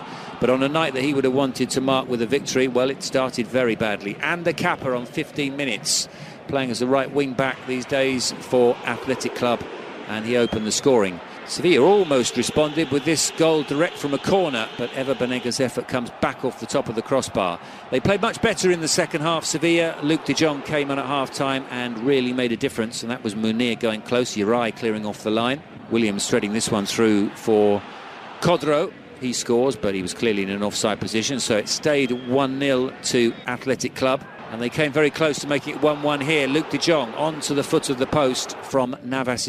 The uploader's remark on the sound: From the rooftop garden of Barasti